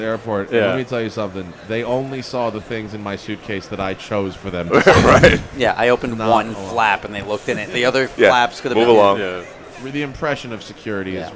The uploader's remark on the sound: Recorded live from the show floor at SEMA, this episode covers a lot of ground.